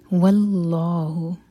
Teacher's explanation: اللہ تعالیٰ کے نام میں جو لام ہے اس کو منہ بھر کر پڑھا جائے گا